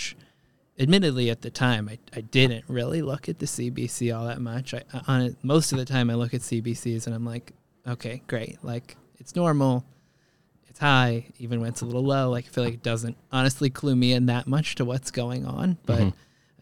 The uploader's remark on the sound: LIVE from NYVet